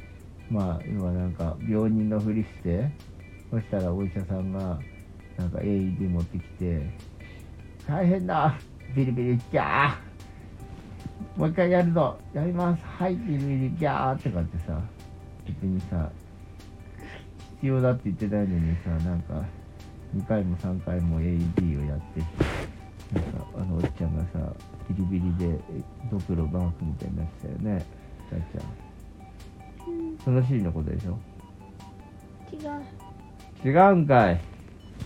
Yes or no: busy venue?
no